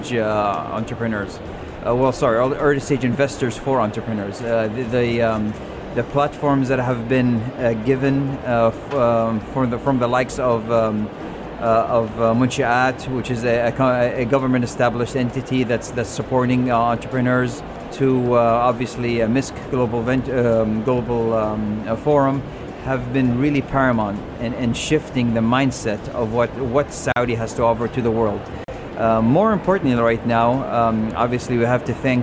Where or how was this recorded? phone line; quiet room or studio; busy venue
busy venue